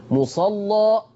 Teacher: ما تركبش لام مغلظه مع تقليل. مصلى، غلظت اللام وفتحت ذات الياء · Term: تغليظ اللام